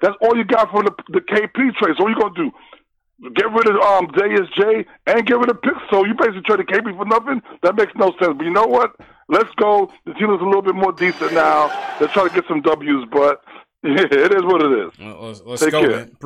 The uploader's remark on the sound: Takes live phone call reactions from around the world.